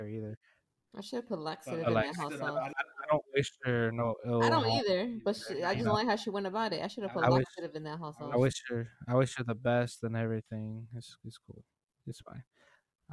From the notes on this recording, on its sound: We know that there is audio issues in this episode